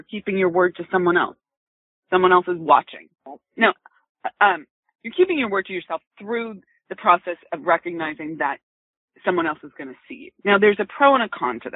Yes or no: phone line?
yes